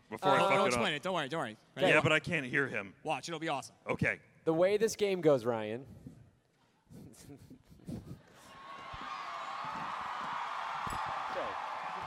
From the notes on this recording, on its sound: a completely wild live show during RTX Austin 2018